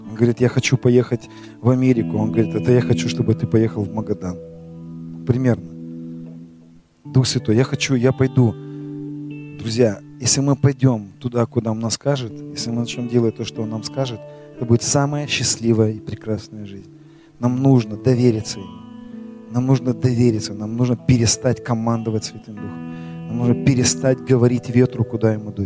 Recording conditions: large echoing room